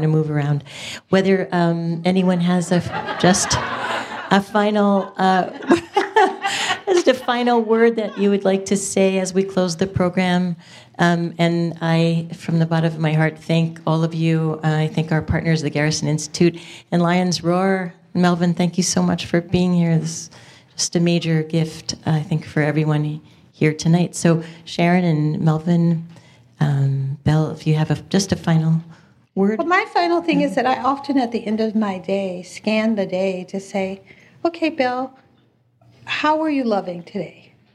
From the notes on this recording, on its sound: This conversation was recorded live at the JCC Manhattan in 2017.